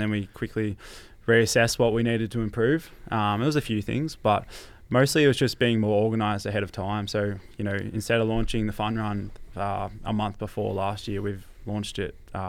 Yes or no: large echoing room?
no